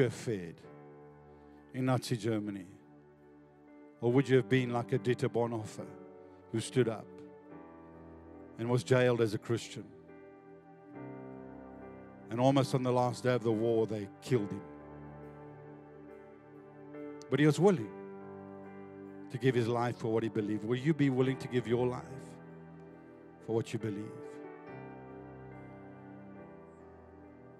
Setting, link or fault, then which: setting, large echoing room